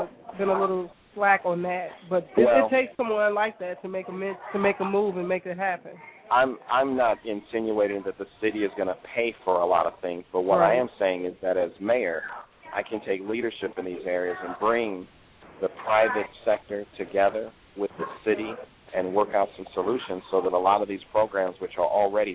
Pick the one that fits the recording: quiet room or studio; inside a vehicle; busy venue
busy venue